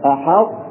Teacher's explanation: تنطق في بداية النطق الطاء ترتفع بها اللسان ثم تنطق التاء · Term: الإطباق